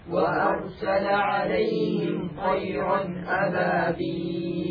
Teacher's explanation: نلاحظ الهمزة في كلمة وأرسل من أقصى الحلق